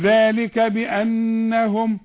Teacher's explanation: النون المشددة اللي عليها الشدة لازم تغن